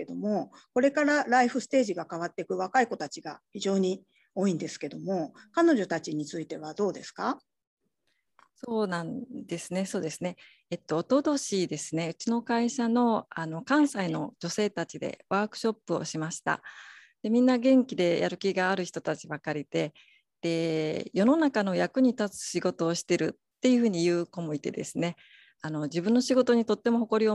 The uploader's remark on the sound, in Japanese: 収録場所： オンライン (Zoom)